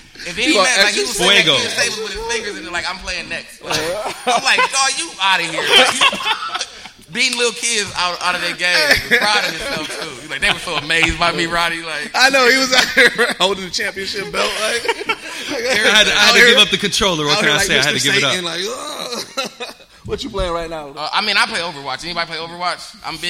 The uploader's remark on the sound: GEEKSET LIVE AT WAKANDACON.